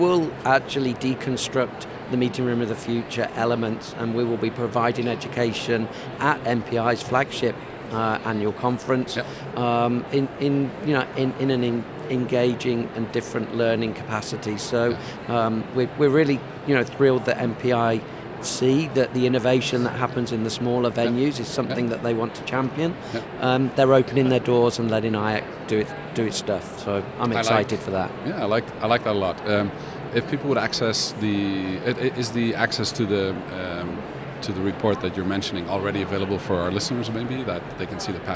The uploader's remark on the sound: Live from #IMEXAmerica